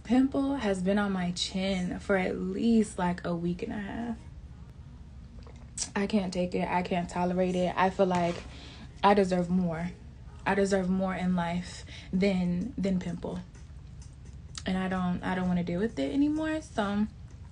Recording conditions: sounds in the background